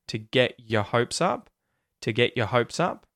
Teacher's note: Your becomes unemphasized, de-emphasized. It gets a schwa sound.